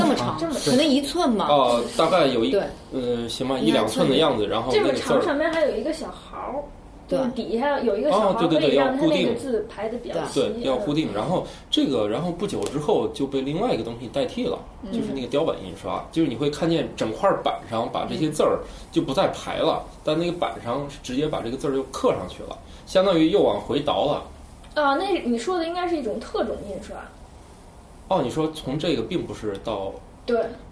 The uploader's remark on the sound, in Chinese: 本期节目为在张大妈办公区用录音笔录制，可能有街道上的杂音，请见谅。